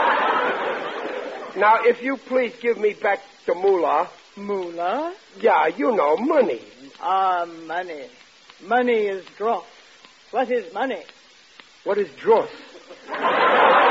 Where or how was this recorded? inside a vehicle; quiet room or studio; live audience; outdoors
live audience